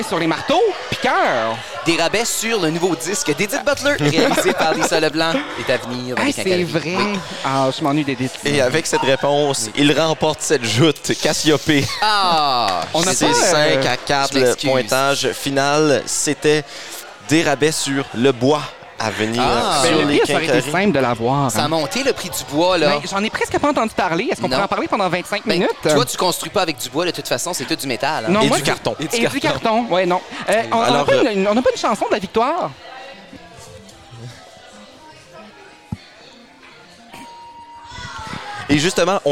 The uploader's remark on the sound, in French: enregistré au Tire Shack à Moncton